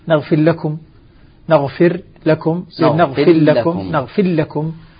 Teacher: ندغم إدغاما كاملا للام مشددة دون أن يكون معها مزيد لا داعي للغنة، ما في داعي طبعا للإدغام غير غنة.